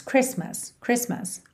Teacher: a palavra Christmas não tem o som da letra T. Fica Chris, para no S, mas, Christmas, Christmas, ok?